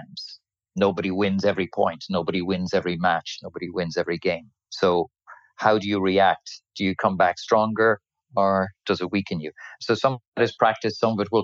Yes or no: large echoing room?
no